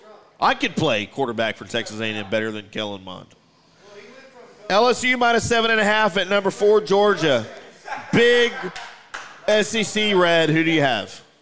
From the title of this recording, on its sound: LIVE from Barrel & Bones in The Colony for Whiskey Wednesday!